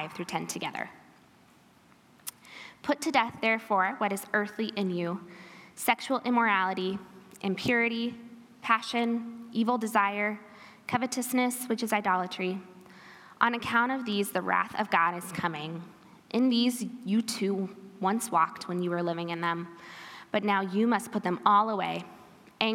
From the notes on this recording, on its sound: This episode is a recording from our Women's Retreat in February 2023.